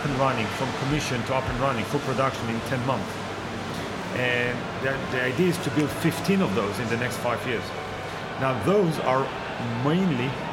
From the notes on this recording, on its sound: This interview was recorded out and about, so there is some background noise.